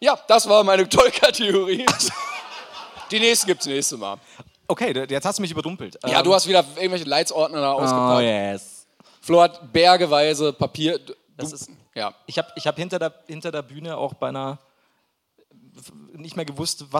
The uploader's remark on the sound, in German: Live aus dem Schlachthof in München.